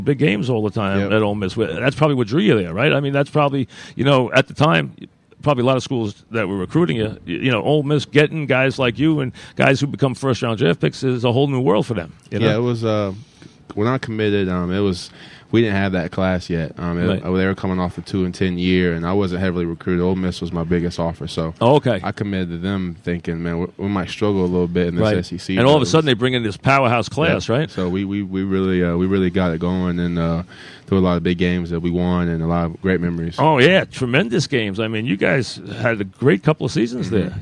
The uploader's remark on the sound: live from Giant camp